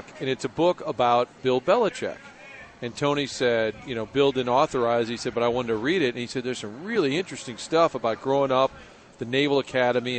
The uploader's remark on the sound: Broadcasting live from Schnucks off S. Grand.